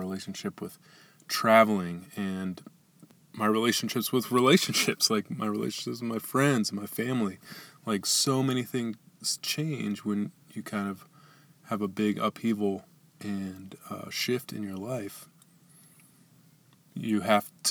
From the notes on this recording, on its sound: Today, we’re coming to you from the van! We’re super excited to share our first podcast recorded inside the dharma mobile.